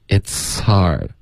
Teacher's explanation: it's 跟 hard 会直接连着发 It's hard.这个 h 的音就有一点听不见了